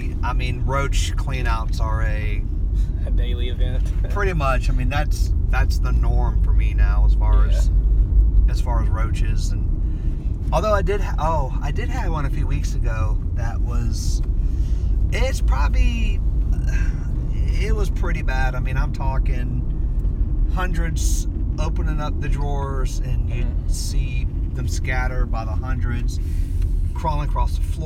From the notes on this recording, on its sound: On the road to sunny Orlando Florida and decided to record a roadcast.